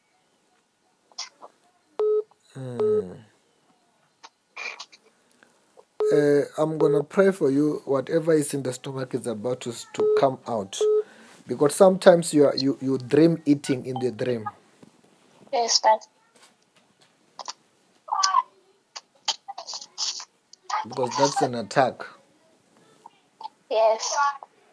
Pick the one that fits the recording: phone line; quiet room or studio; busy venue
phone line